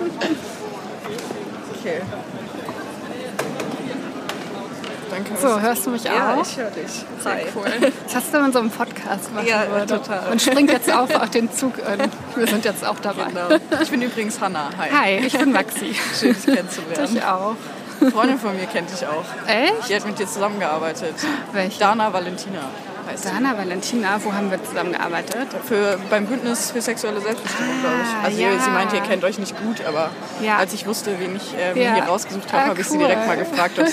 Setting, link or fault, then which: setting, busy venue